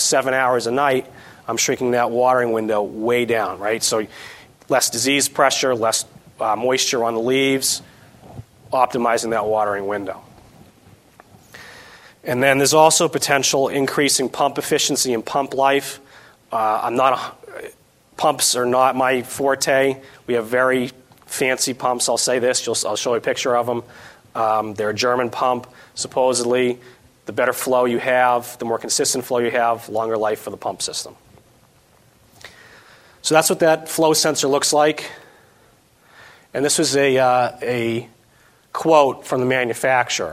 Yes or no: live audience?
yes